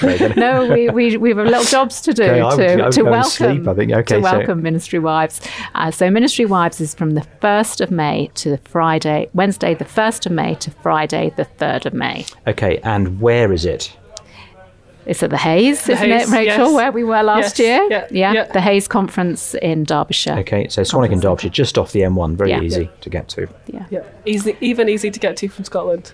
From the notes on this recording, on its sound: This episode was recorded on location at The Hub conference.